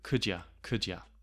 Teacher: So again, you becoming ya.